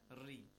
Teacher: There is no tafkhim involved. There is no heavy voice.